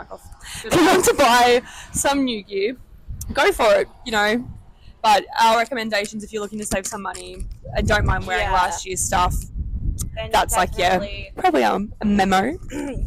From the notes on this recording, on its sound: live from Albert Park